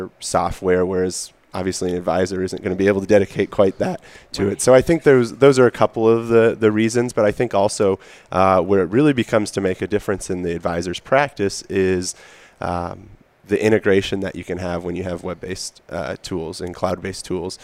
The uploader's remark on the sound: Live from AICPA Engage 2018